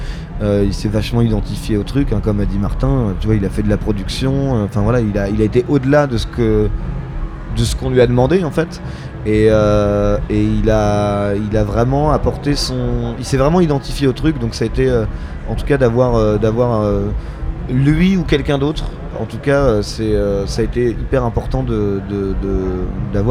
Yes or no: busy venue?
yes